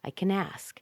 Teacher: Connect the N with the A.